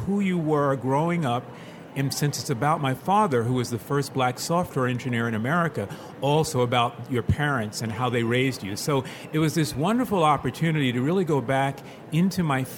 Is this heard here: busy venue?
yes